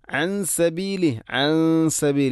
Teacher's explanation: ഇഖ്ഫാവും ബിഗുന്ന അവിടെ നൂനിനെ അവ്യക്തമാക്കി മണിക്കണം